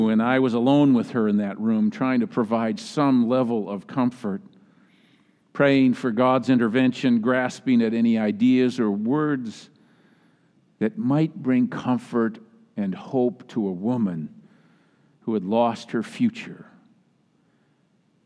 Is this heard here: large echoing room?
yes